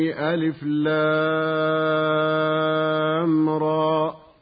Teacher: مددنا اللام من ألف لام راء بمقدار 6 حركات · Term: مدا لازما حرفيا مخففا